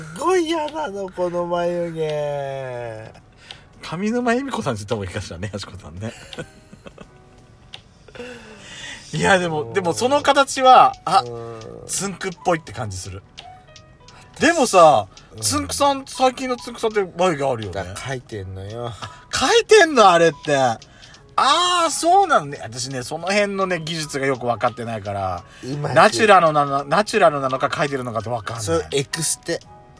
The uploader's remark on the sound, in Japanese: From Radiotalk。2人組。パーキング収録。